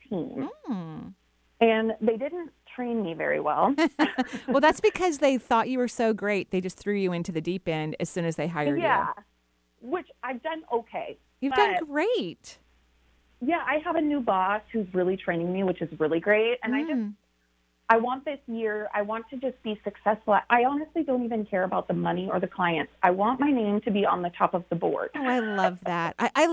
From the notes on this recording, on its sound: Enjoy this call in show.